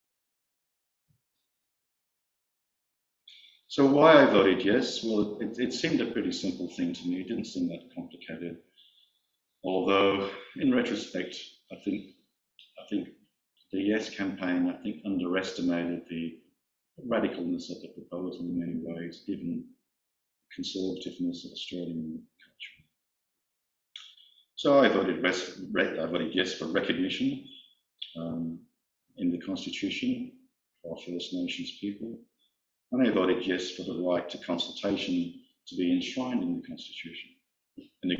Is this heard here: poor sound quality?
yes